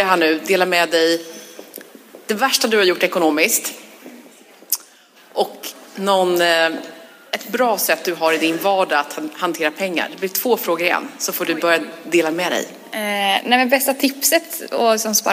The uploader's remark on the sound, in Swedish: LIVEPODD. Veckans avsnitt är inspelat på Social Media Party och publiken är med och ställer frågor om allt som har med ekonomi att göra.